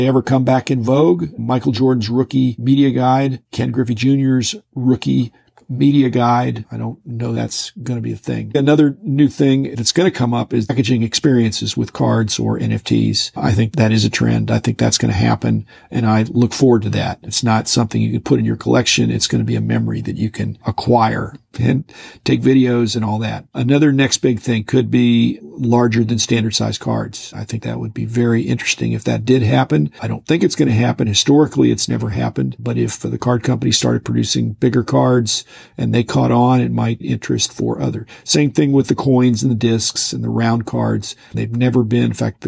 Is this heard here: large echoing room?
no